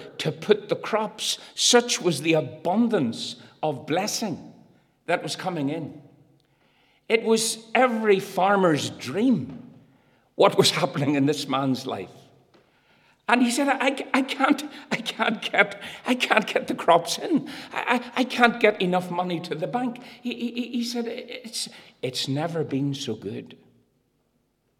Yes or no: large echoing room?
yes